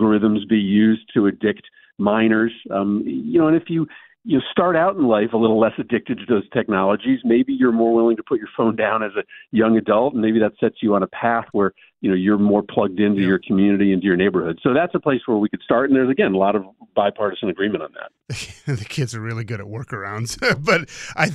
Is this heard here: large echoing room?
no